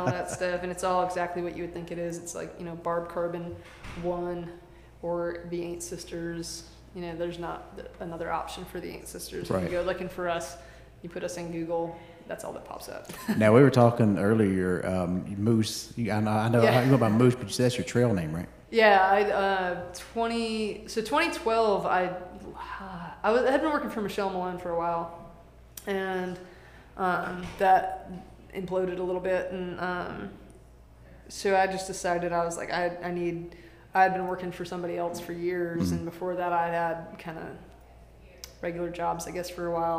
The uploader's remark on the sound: live from the Oakhouse in Canton Ga